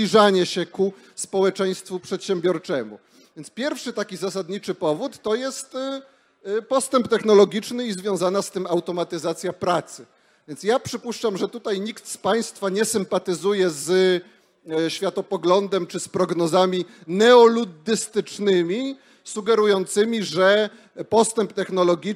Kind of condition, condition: setting, live audience